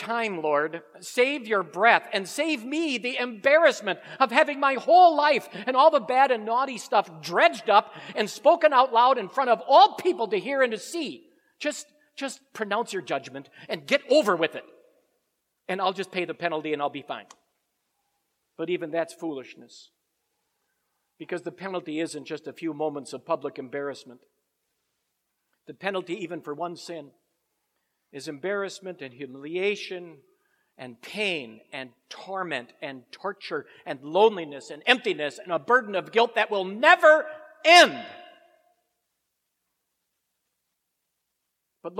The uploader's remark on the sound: Preached at Grace Ev. Lutheran Church.